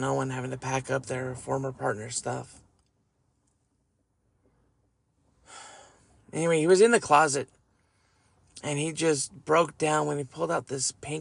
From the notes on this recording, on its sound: I am going to do it from the car.